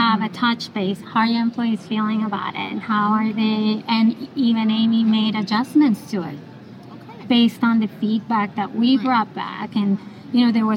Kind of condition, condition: setting, busy venue